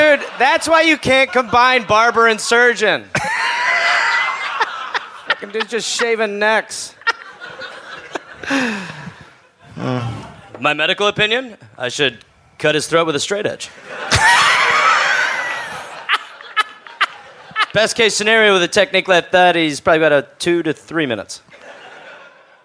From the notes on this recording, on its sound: live in Perth, Australia